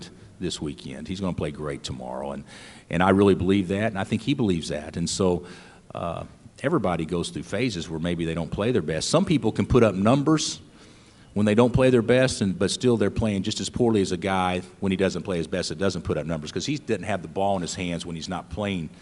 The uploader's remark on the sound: Press Conferences & Post-Game Interviews. Talks to reporters.